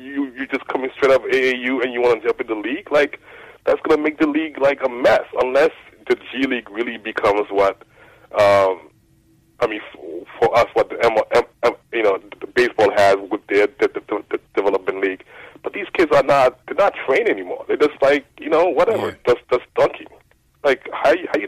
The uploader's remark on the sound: take live phone calls from fans around the world